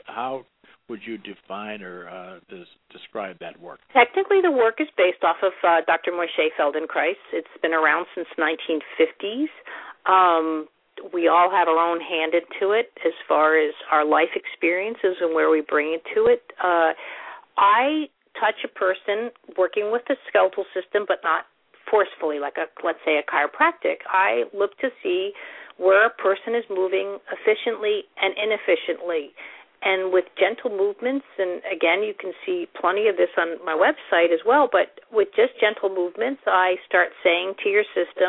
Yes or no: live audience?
no